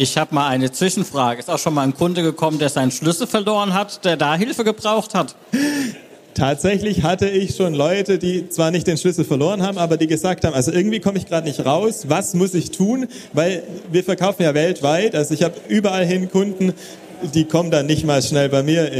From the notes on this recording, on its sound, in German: Die erste Unvernunft vor Live-Publikum. Sind nach Hofheim gefahren, wenn dort fand die BoFeWo2023 statt. Ein Auto voll mit Audioequipment, ein paar Ideen und vor Ort tolle Menschen und eine kleine Bühne. Und schon gibt es die erste Unvernunft Live vor Publikum.